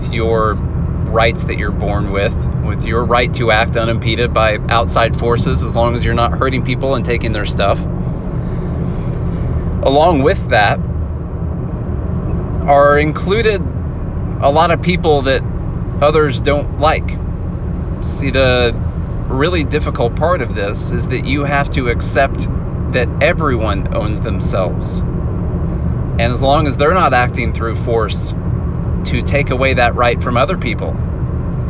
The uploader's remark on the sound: Sorry about the audio quality- I’m traveling and you get all the road noise in the background!